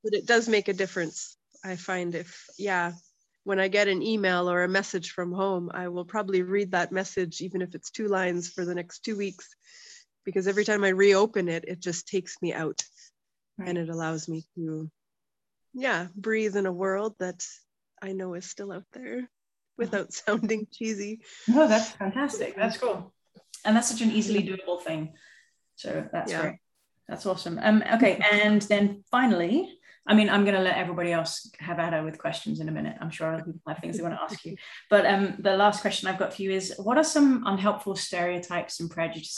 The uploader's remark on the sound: (evening her time), oh the wonders of zoom!